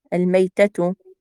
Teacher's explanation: الياء ساكنة وليست مشددة